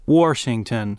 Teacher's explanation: a lot of Texans pronounced the word Washington as if it had an R in it